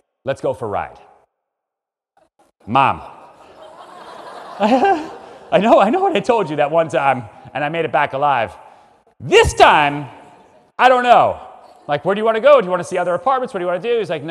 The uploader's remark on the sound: Enjoy this session from our special keynote speaker at the 2021 Stronger Business Summit